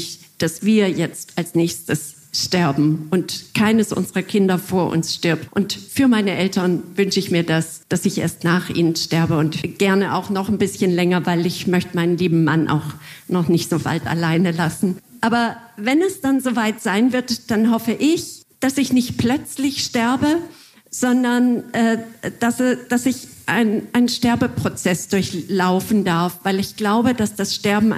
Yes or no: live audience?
yes